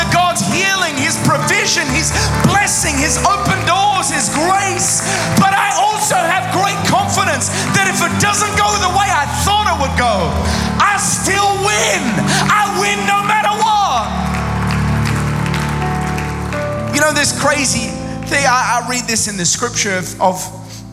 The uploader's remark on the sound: Recorded live at Planetshakers Church (Melbourne).